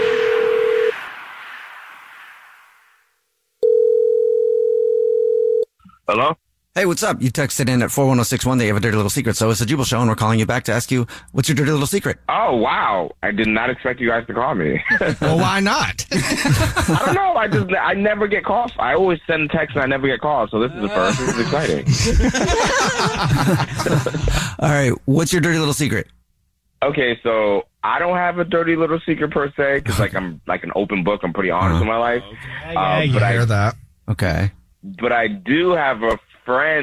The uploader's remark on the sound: There is someone who is on the phone to tell us a Dirty Little Secret that has to do with sliding into the DM's!